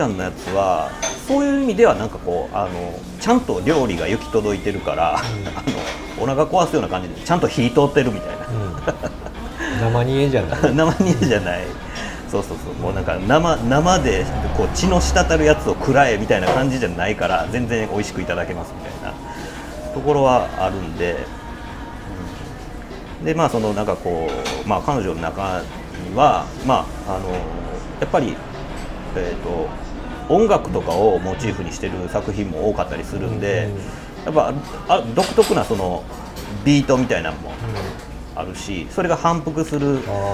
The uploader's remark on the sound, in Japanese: 直後に立ち寄った食堂で収録